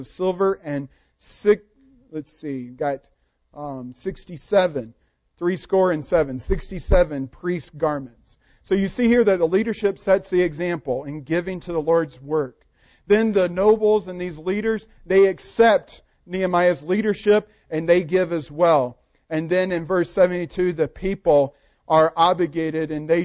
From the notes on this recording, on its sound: Recording of the sermon.